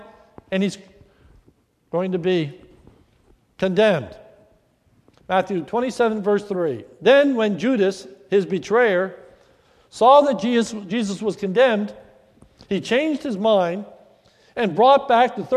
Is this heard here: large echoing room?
yes